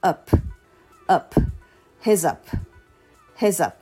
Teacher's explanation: これは曖昧母音になります。なので、あいうえおのどれでもない音ですよね